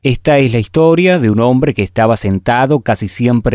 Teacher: acá vemos que aparecen varias S que son aspiradas en el español rioplatense.